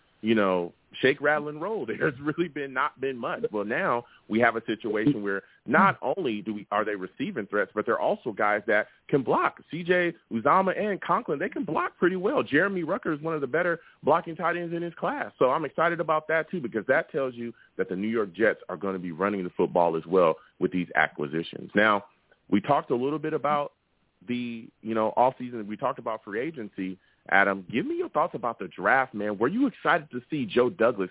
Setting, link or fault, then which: link, phone line